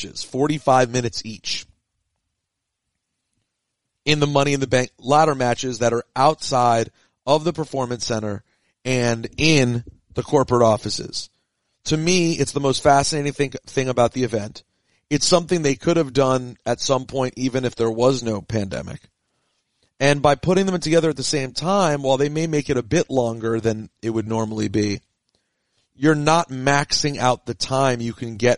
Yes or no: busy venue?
no